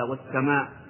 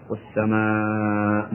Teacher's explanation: فقرأها والسماء مدها أربع حركات · Shown in: second take